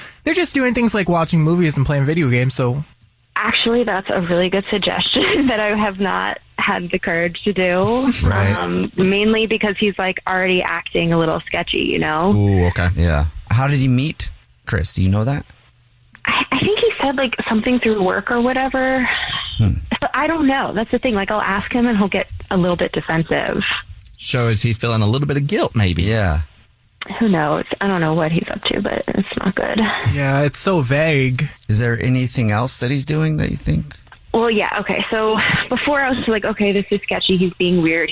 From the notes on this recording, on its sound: There is a woman on the phone.